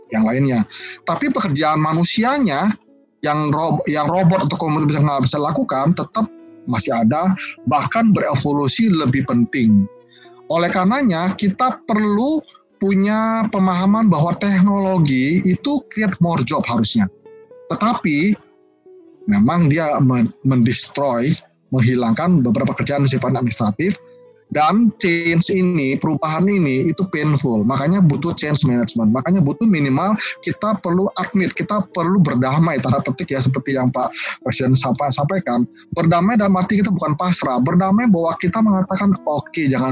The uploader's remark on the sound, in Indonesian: dari hasil rekaman Webinar